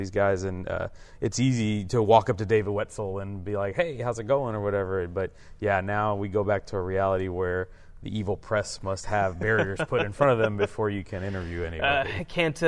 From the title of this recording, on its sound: Live from THSCA Coaching School